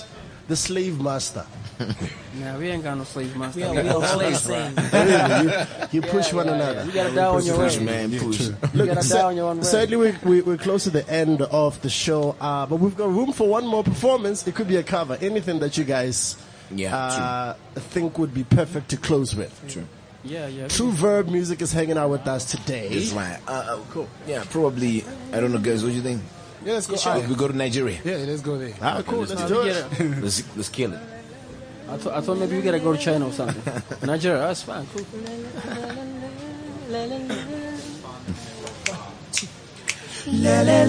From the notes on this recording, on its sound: Live from the Lifestyle Home Garden